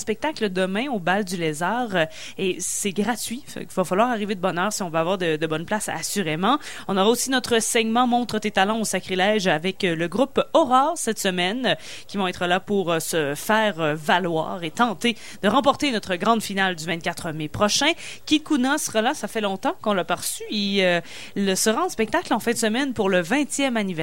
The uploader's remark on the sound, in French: émission diffusée en direct du bar le Sacrilège